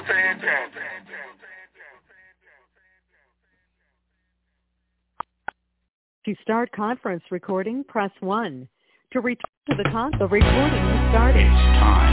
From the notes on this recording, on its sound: TNTSuperfantastic Conference Call